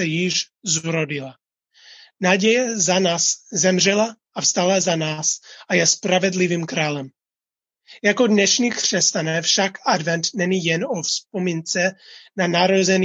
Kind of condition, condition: link, video call